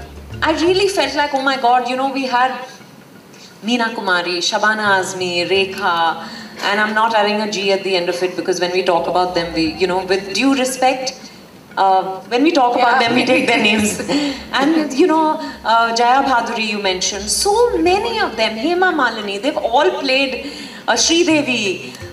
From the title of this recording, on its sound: In Conversation session | IFFI 2023